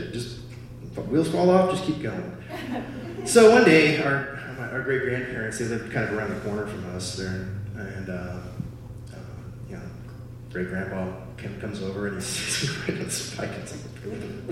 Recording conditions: live audience